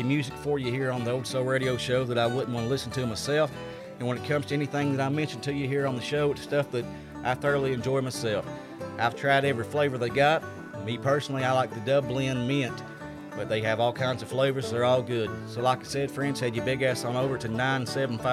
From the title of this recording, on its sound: Live At The Burl – Lexington, KY